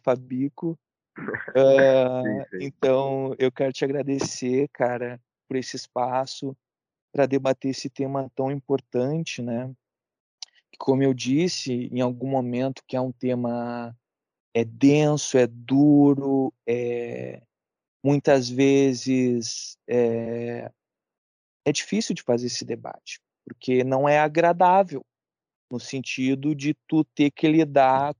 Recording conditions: video call